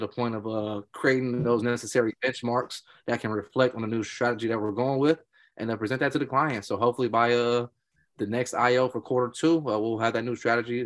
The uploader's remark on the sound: Live From the Community Call